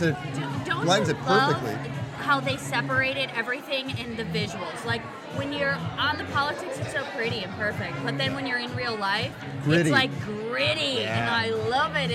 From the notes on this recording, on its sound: live from the 2011 MTV Movie Awards Gift Suite